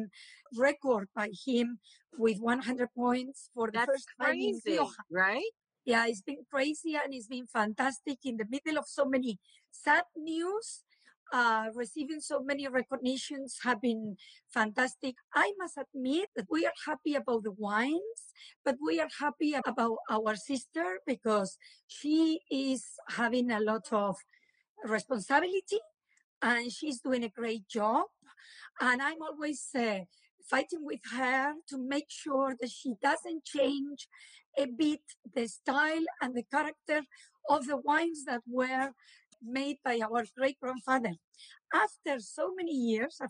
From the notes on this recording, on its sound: recorded on instalive during the pandemic